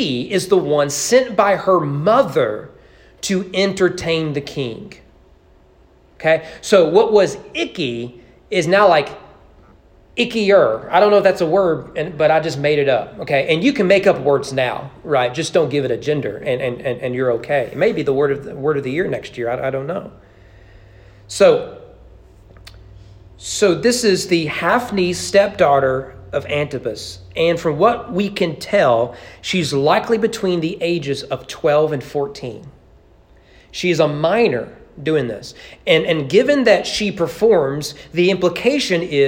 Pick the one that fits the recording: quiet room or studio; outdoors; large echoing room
large echoing room